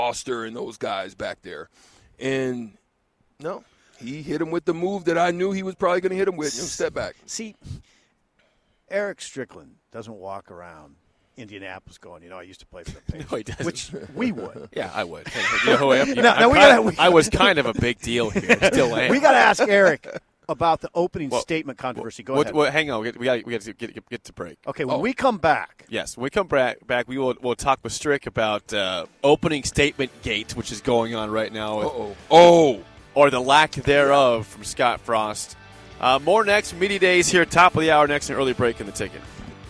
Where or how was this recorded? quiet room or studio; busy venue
busy venue